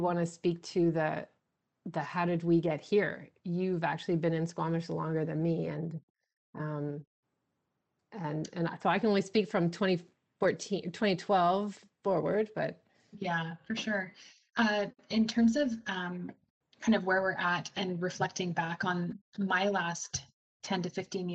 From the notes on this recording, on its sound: This episode is a live recording of last week's Virtual Mayor's Drop-In.